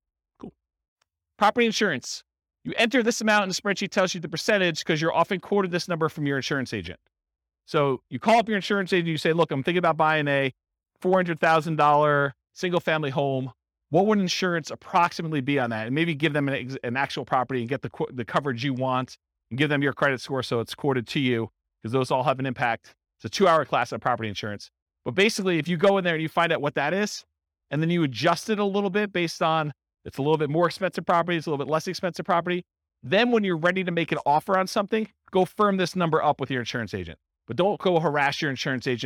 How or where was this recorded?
live audience